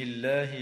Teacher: وتفخم اللام في اسم الله لوقوع فتحة قبلها